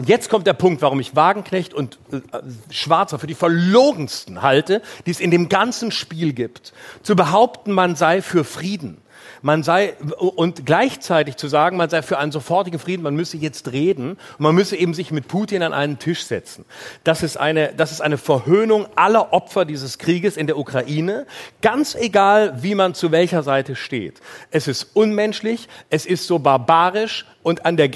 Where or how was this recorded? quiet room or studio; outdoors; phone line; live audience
live audience